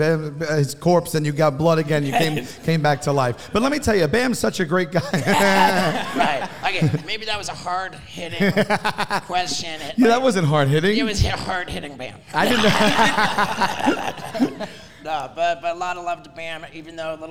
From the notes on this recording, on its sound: Doing our first ever live podcast in front of a sold out crowd. We were on the Impracticle Jokers Cruise Ship.